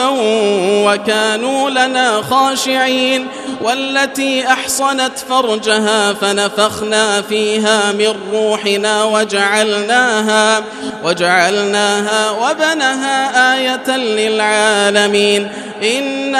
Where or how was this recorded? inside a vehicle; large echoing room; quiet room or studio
large echoing room